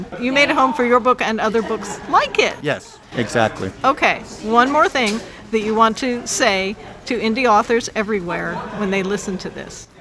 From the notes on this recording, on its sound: We are LIVE from BayCon 2023. In Santa Clara, California.